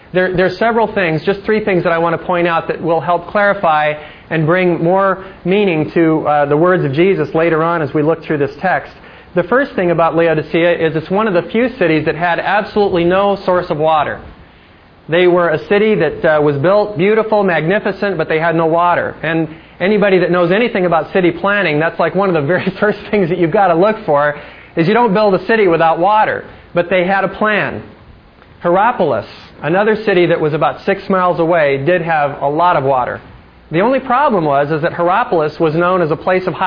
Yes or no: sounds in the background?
no